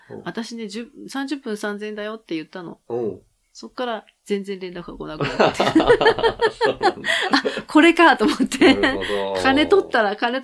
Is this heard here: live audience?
no